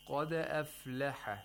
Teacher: So, only the qaf is pronounced with tafkhim. The hamza of aflaha is pronounced with tarqiq, the fa, the lam, the ha of this word, and all of the other letters are pronounced with tarqiq.